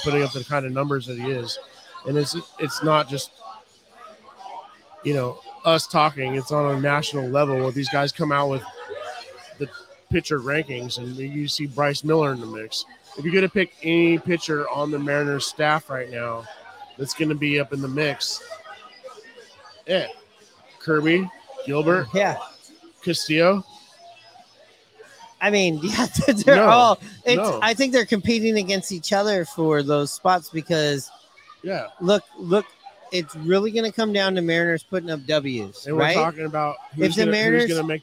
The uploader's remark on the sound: Live from Hooverville Bar!